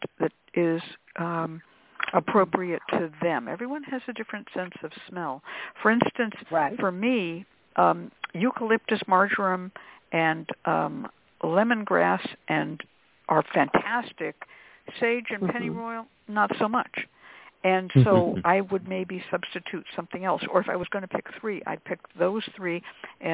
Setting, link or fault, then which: link, phone line